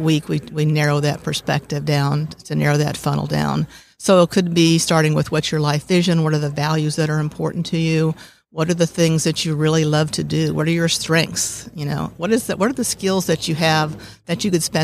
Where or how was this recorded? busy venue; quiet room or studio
busy venue